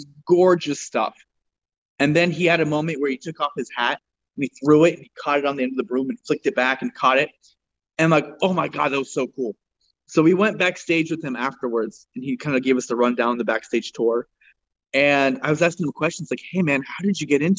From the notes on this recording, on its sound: Over Zoom.